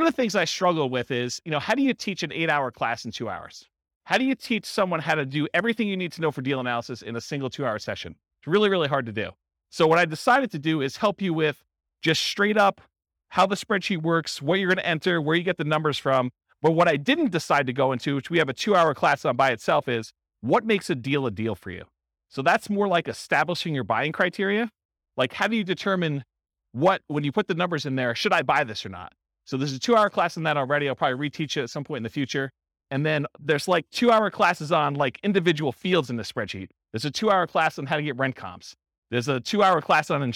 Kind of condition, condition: setting, live audience